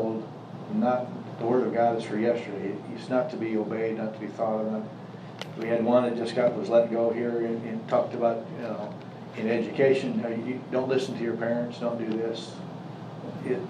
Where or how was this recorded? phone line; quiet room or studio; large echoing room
large echoing room